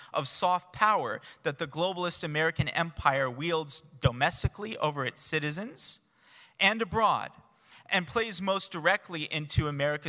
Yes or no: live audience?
yes